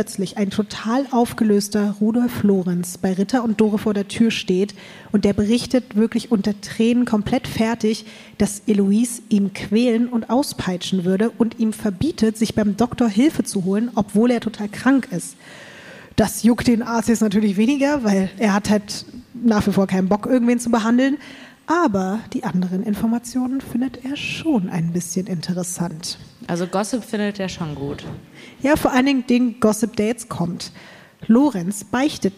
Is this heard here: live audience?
yes